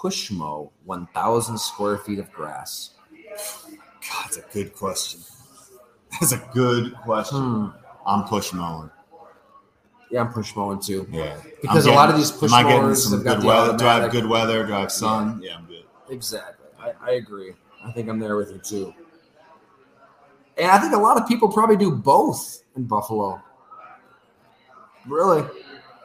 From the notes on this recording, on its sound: I discuss live at Fattey Beer Company in Hamburg